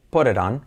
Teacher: Put it on se convierte en put it on, por la T como R, pero lo más clave, hay una I que ni se ve ni se escucha, put it on.